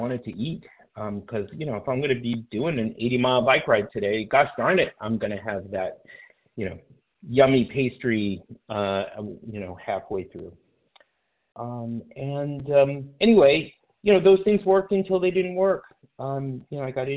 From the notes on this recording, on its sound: From the 100 Pounders Phone Meeting.